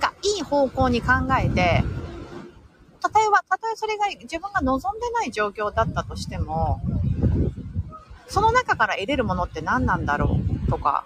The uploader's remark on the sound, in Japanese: NYマンハッタンを歩きながら。